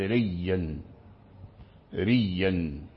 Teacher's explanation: فقرأوا بياء مشددة أبدلوا الهمزة ياء وأضغموها في الياء فأصبحت ريا ريا.